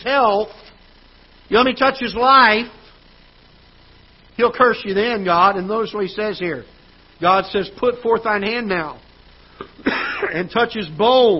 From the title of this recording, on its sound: Ketha Heights Baptist Church ~ Live Broadcast